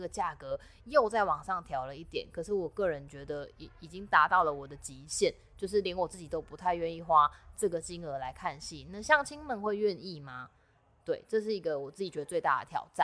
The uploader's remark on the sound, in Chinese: 這集錄製的環境比較多雜音，請大家多多包涵～